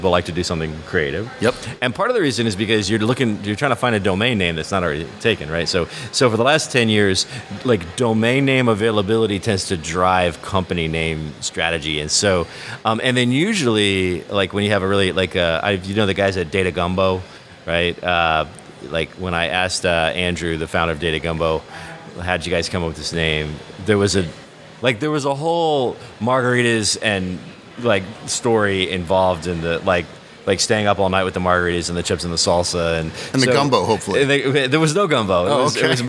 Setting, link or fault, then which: setting, busy venue